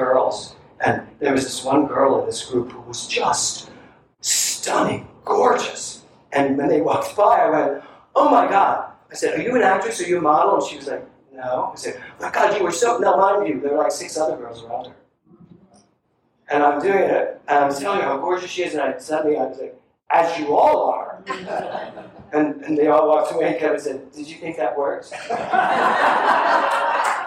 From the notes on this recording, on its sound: THE ORIGINAL SOURCE AUDIO IS NOT TO OUR USUAL STANDARDS.